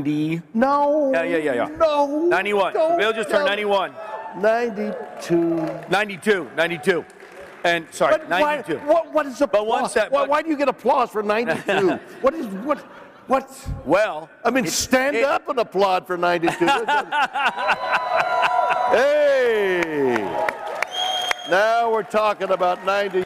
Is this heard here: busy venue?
yes